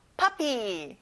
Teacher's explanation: 퍼피가 아니라 아 소리가 나요.